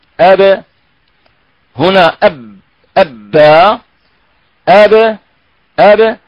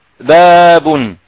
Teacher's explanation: إذن فحرف الباء المشدد يحدد لنا مخرج الباء، وعند قلقلة الباء الشفتان تتباعدان بشكل محدود قليل، أما المفتوحة فالشفتان تبتعدان بشكل أكبر